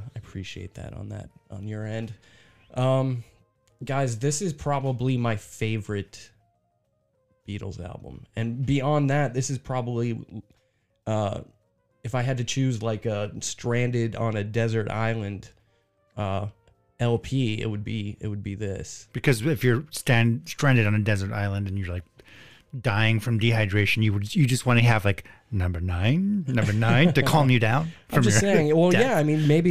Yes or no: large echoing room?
no